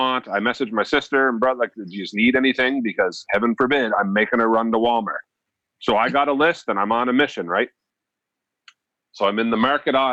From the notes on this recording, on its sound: The guys call in to each other from home.